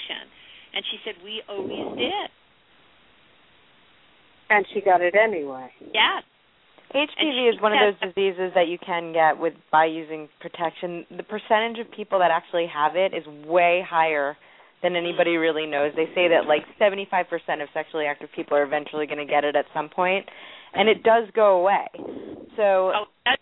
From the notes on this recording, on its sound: live call-in radio talk show